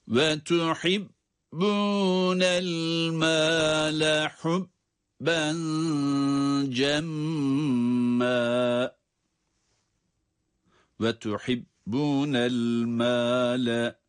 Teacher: ba şeddeli olması itibariyle okunuşunda ba'da ilk bölümde yine ses vermiyoruz. Çünkü şiddet sıfatı var.